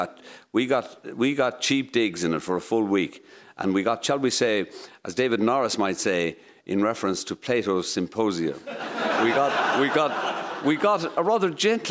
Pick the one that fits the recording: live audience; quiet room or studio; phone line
live audience